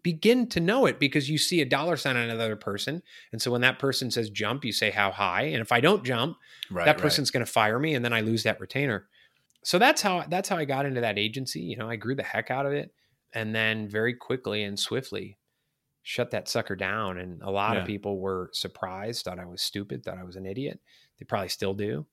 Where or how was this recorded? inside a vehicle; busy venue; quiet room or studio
quiet room or studio